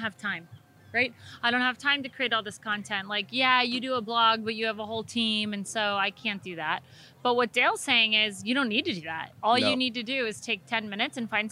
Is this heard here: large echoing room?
no